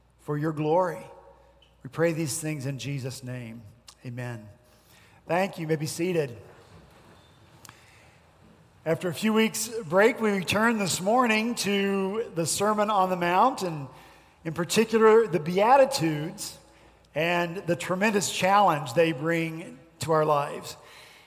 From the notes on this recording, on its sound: at Redeemer Presbyterian Church in Charleston, SC